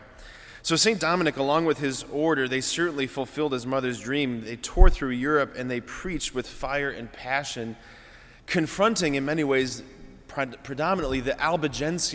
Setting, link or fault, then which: setting, large echoing room